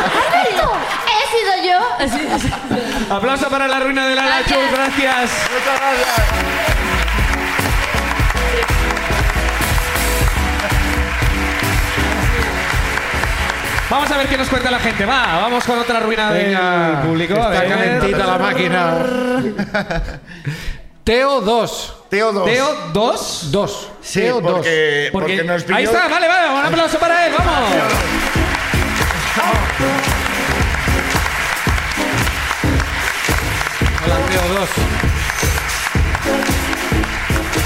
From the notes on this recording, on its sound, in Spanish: La Ruina desde Madrid. Además del público de Madrid.